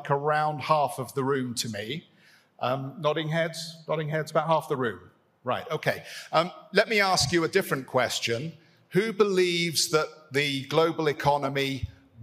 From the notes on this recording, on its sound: Experts talk inflation, stagnation and (de-)globalisation at Davos 2022. On this panel at Davos 2022.